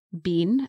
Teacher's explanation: Been, again, we've got this long open E sound. And it sounds quite similar to bin.